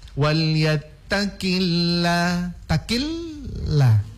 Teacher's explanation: Karena dia berharakah kasro pada awal lafdul jalalah, maka otomatis lafdul jalalahnya ditipiskan.